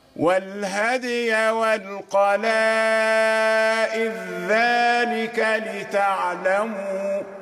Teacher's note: القلائد ذلك، يعني إذا وصلنا كلمة القلائد في ذلك. كلمة ذلك ندغم الدال في الذال